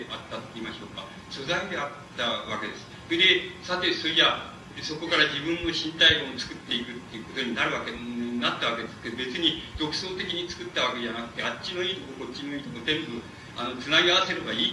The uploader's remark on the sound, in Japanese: 主催：紀伊國屋書店 場所：新宿・紀伊國屋ホール。紀伊國屋書店出版部 30周年記念講演会として行われた。